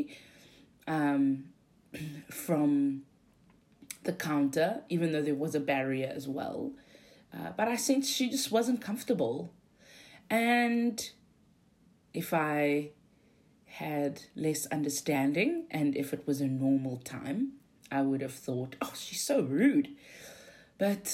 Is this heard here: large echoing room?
no